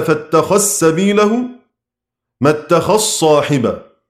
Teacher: عندنا حرف الذال بيدغم في حرفين، في السين والصاد